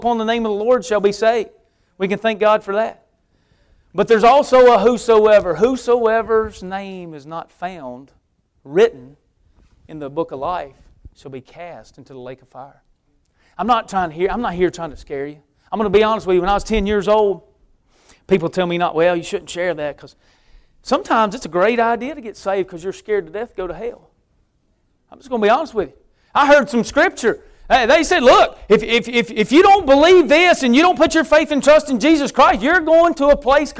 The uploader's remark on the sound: preaching at Victory Way Baptist Church